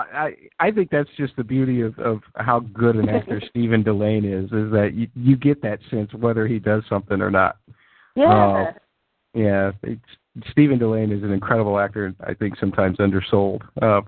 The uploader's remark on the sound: Fan Call In Show